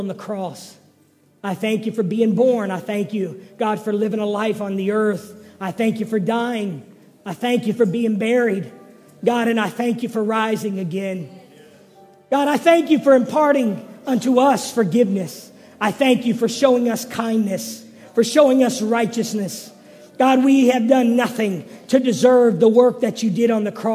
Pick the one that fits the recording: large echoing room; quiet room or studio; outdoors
large echoing room